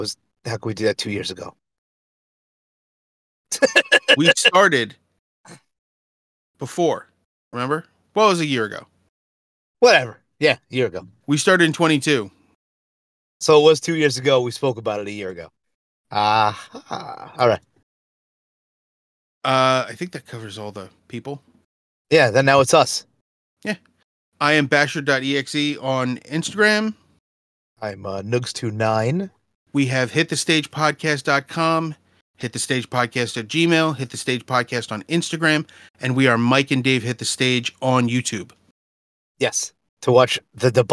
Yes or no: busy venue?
no